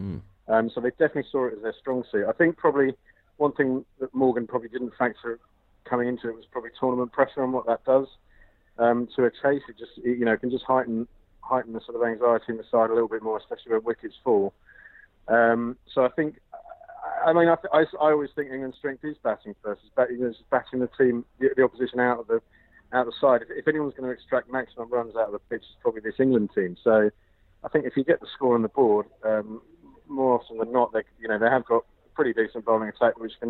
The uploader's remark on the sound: Is on the phone from Tasmania to ask what the score is. Calls from a Birmingham pub to tell us that it's coming home again.